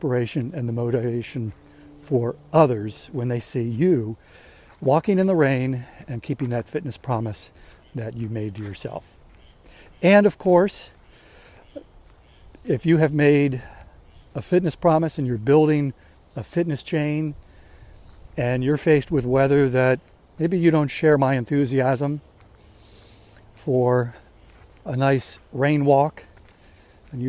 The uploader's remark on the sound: waits for the rain to start while he's walking